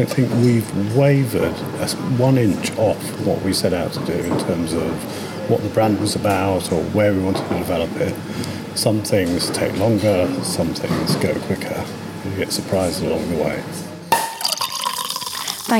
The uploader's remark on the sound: Celebrates the 10th anniversary of one of the fastest growing super premium gins in the UK at the busy Bar Bohemia in Brighton.